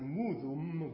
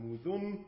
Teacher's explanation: the final M turns into an N